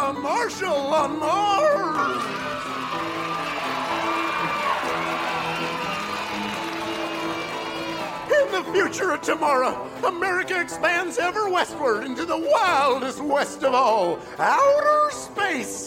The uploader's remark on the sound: Recorded Live 10/3/2010 at Largo, Los Angeles.